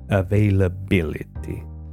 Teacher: Bill is the takeoff point and itty is the flight, the jump. And if you press bill, the part bill, a little bit, you put more stress on that